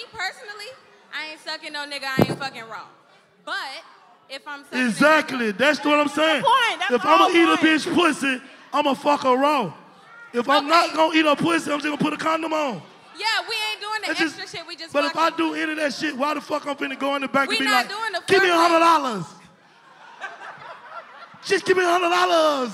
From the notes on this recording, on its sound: The posse warms the crowd up.